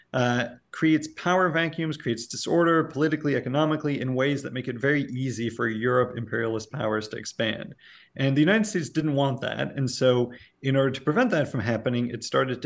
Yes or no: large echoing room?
no